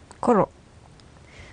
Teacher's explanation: コロにならないようにロにもルにも聞こえるような感じで曖昧に弱く発音します。 · Term: 子音の R の発音